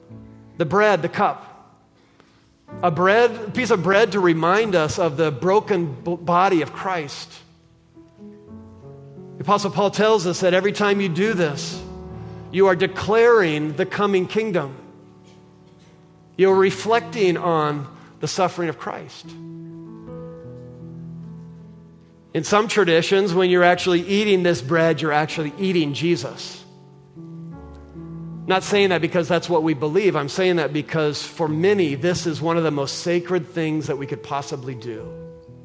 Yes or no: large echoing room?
yes